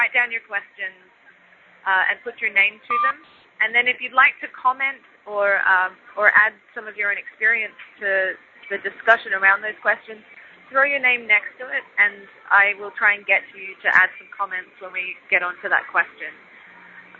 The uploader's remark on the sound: On this call recording. Call originally recorded on November 17, 2010.